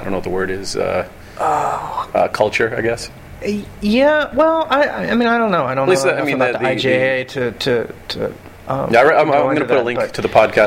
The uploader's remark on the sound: live from the AAS/ICAS (The Association for Asian Studies and the International Convention of Asia Scholars) Conference held in Honolulu